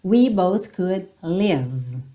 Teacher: Repara como esse live, você termina o som no V e não segue pro E